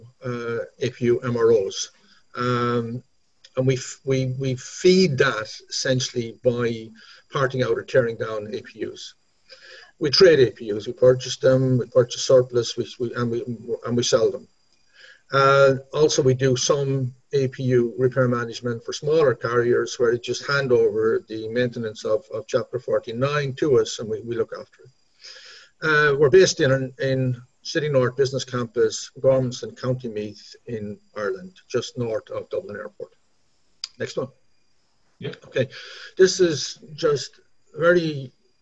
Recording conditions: video call